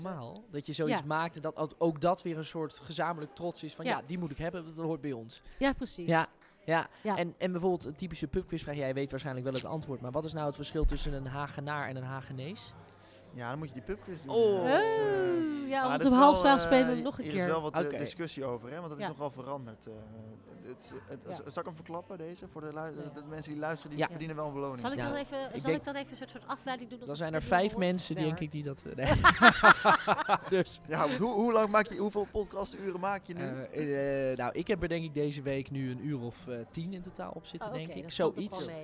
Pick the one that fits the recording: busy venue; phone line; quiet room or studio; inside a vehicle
busy venue